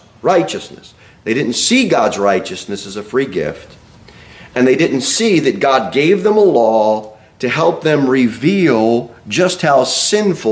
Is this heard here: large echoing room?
yes